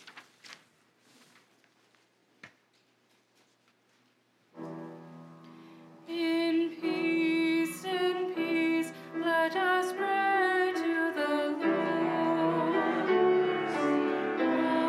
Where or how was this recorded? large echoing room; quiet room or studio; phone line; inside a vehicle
large echoing room